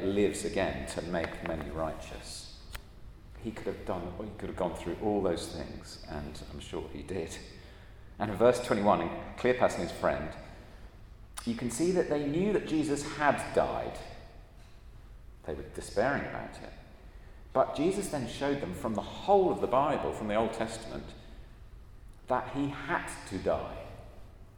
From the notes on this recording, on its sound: at a Christians in Parliament Chapel St Mary's Undercroft